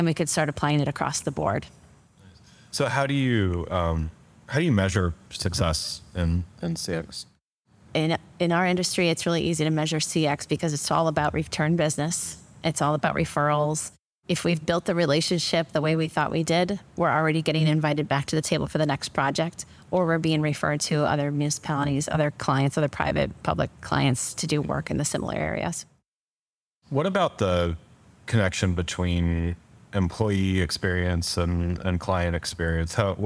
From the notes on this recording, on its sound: I am here in Durham North Carolina at the 2023 CXPS - that’s Customer Experience for Professional Services - Conference.